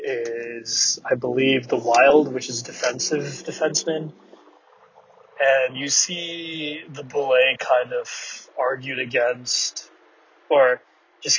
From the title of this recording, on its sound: VHL Awards Carcast